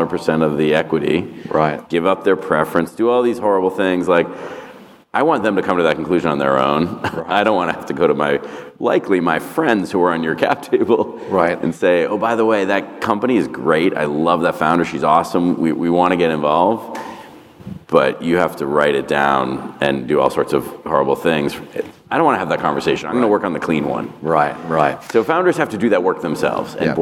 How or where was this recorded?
busy venue